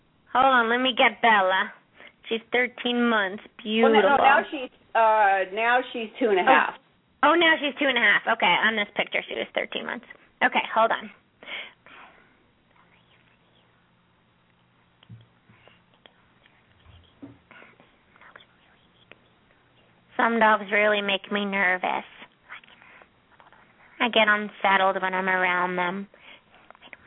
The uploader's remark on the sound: Open up the lines for listeners to call.